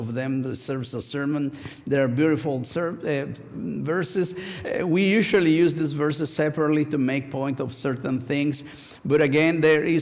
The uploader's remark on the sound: A special recorded live service. First United Methodist Church of Pacoima. We are located at 12550 Van Nuys Blvd.